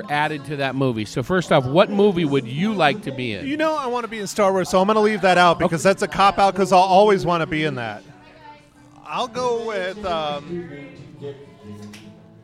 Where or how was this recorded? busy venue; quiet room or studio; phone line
busy venue